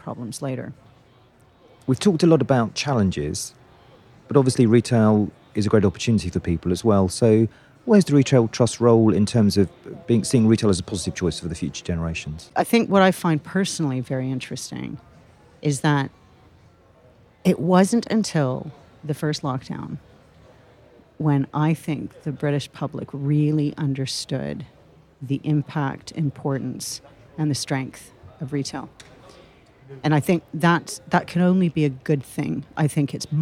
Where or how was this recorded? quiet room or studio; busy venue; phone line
busy venue